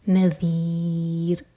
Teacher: ذال کے لیے زبان اوپر والے دانتوں کو ٹچ کرے گی اور تھوڑی سی ٹپ باہر ہوگی